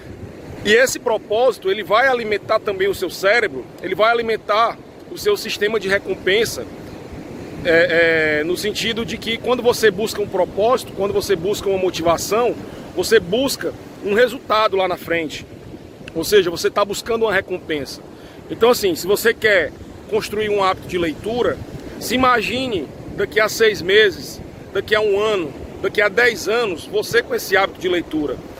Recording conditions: wind noise